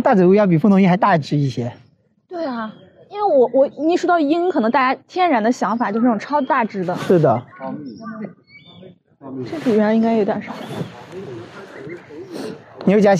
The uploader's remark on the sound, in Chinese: 本期节目的录制是在植物园中边行走边进行录制的，也许会有一定的杂音